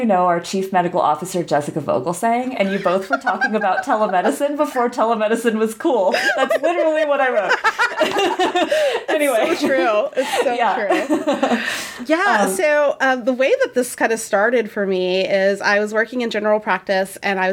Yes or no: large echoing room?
no